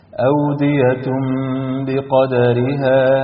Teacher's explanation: وفي التطبيق عندي ثلاث خطوات، رقم واحد هقلب التنوين لميم، رقم اثنين حرف الميم لو جاء بعده حرف الباء بعمل إخفاء للميم، رقم ثلاثة بحط غنة حركتين مع الإخفاء ده، يعني هتتنطق كده أودية بقدرها. · Term: إقلاب